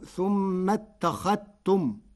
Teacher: قرأ ورش كلمة اتخذتم بإدغام الذال في التاء فتصير ثم اتخذتم، والإدغام والإظهار لغتان عند العرب.